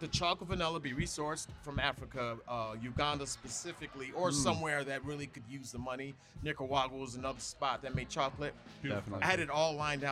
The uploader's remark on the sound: Recording Session at Inner Voice Brewing - Atlanta, GA.